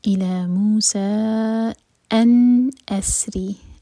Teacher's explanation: الى موسى ان اسري، ان نون پر اظہار، نون کی ساؤنڈ کو کلیئر پڑھیں گے، نہ جھٹکا ہوگا اور نہ ہی اس کو ہولڈ کریں گے